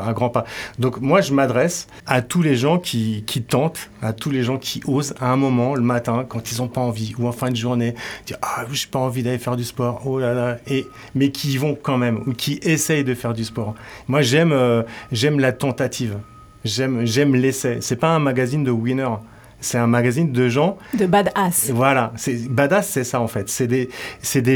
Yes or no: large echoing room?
no